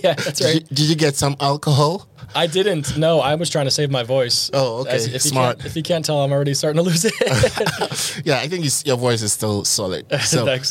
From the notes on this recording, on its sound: This special episode was recorded live at Rails World, the ambient crowd noise gives that fact out.